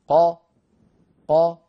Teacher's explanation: أما الحرف المفتوح فعندما ينطقه المتكلم ينطقه وينطق، مثلا بدنا ننطق قاف مفتوحة، قاف مفتوحة، ننطق القاف من مخرجها الأصلي وهو أقصى اللسان فوقه